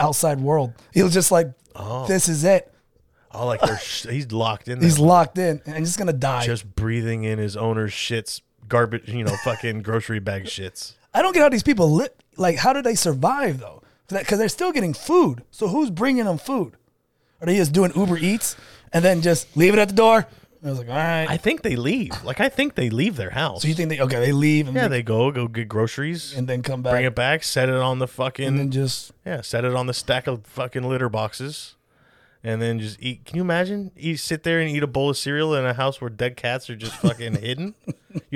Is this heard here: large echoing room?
no